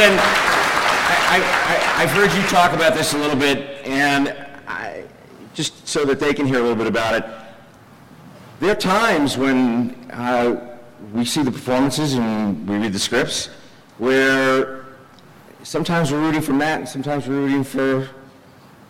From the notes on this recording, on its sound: Some audio from the New York Comic Con